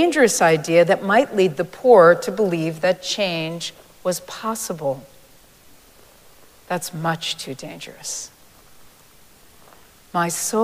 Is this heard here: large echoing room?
yes